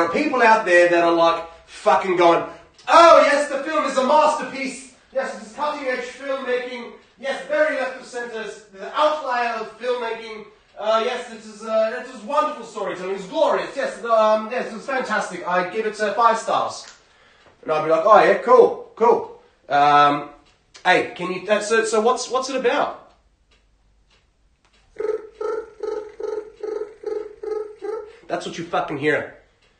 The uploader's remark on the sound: Sorry about audio. I recorded with my phone today.